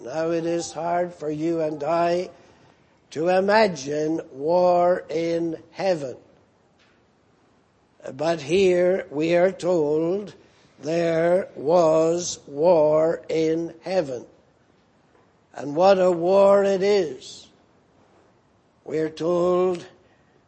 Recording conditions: large echoing room